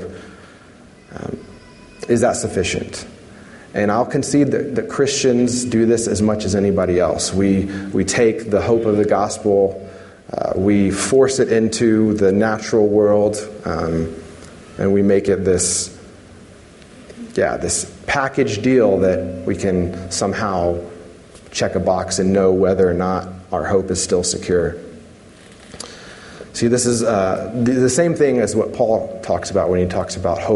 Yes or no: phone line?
no